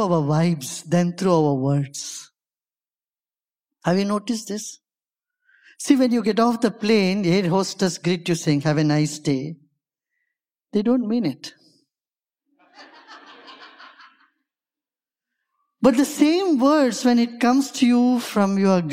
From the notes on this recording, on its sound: Live from Mindvalley's stage